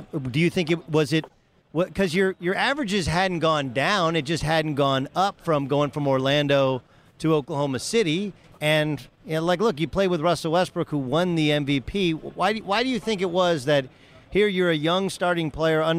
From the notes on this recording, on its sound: Live from San Antonio for the Final Four